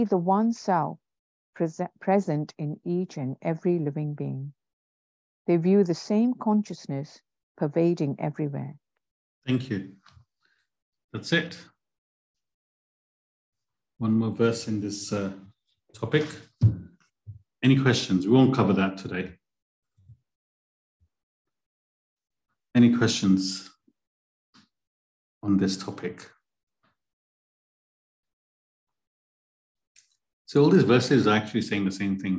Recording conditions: video call